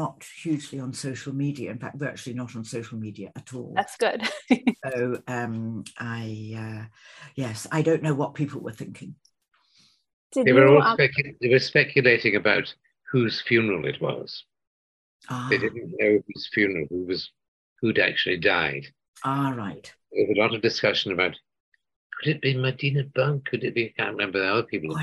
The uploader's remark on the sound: over Zoom for an exclusive interview